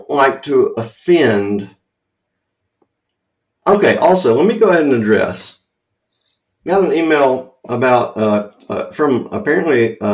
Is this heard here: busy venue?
no